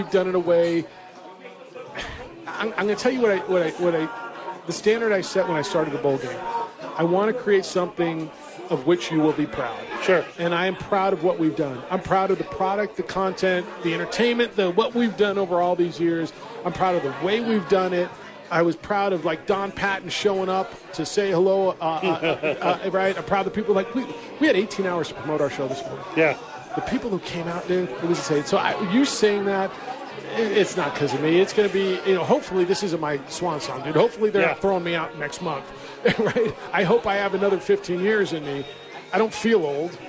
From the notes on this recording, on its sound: Live from Hooters to help celebrate the 15 year anniversary of The Opening Drive.